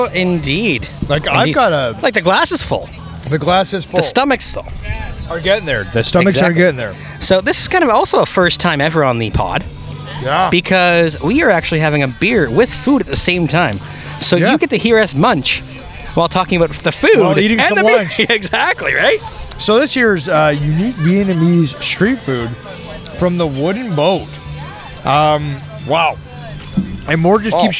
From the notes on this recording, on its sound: We are back at it again with a stop in Cambridge, Ontario for Octob...sorry Oaktoberfest! Live again, we had a wonderful opportunity to come out to the first Oaktoberfest put on by Reverence Barrel Works and Brolly Brew Co.